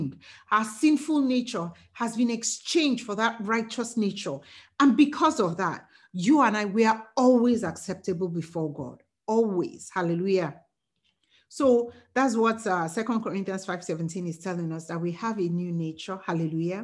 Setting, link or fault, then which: link, video call